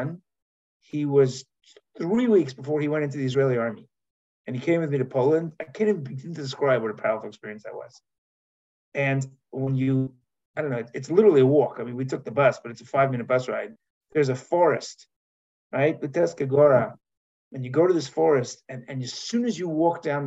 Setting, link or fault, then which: link, video call